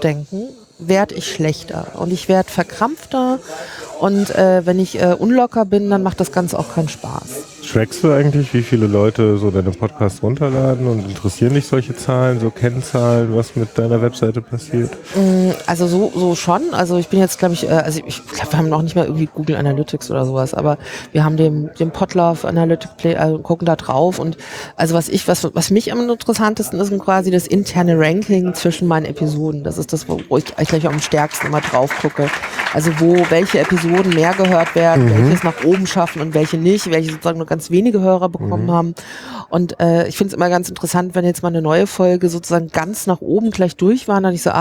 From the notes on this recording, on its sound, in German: Live vom 32ten Chaos Communications Congress